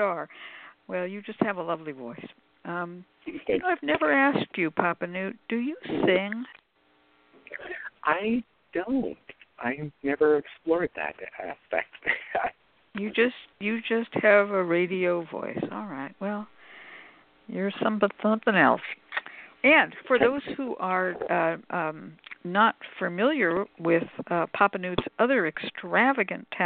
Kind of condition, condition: link, phone line